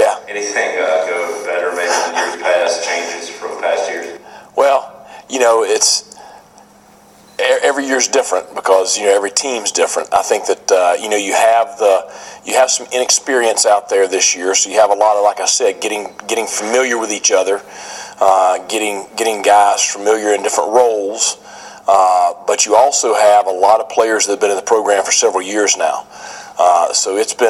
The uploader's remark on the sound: Spoke with the news media at ECU’s Media Day. In Greenville, NC.